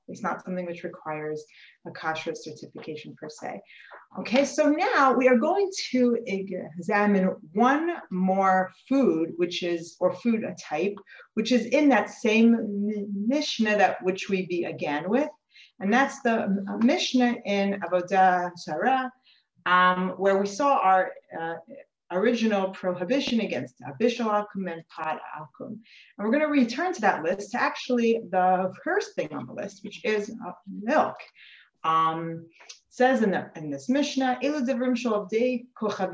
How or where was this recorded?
video call